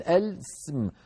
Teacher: اسم هذه الكلمة أول همزة وصل، لو دخلت عليها لام التعريف فقلنا اللام ساكن السم، فالهمزة تسقط، همزة الوصل في كلمة اسم تسقط، فيلتقي في النطق ساكنان · Term: التقاء الساكنين